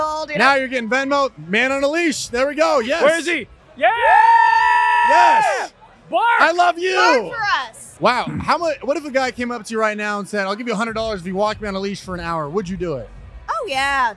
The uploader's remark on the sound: Live From The AVNS